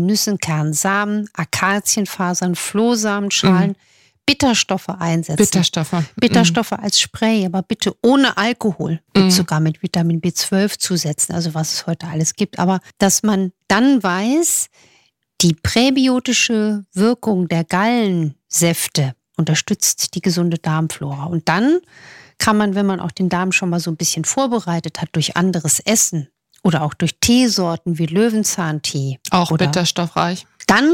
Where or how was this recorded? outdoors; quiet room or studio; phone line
quiet room or studio